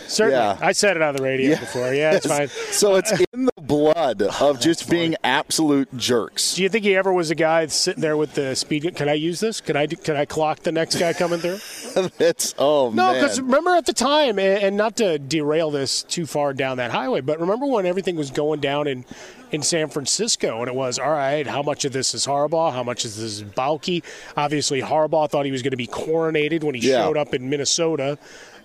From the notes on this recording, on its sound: Straight from Radio Row at the Los Angeles Convention Center ahead of Super Bowl 56! The guys bring you in to the sights and sounds of Radio Row.